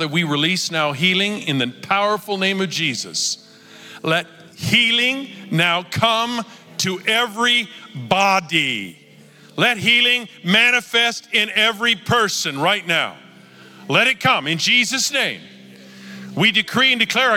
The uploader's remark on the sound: Recorded live at Capital Church in Meridian, Idaho